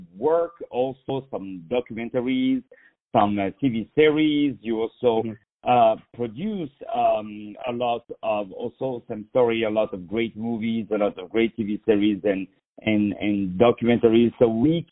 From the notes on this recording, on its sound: On the phone.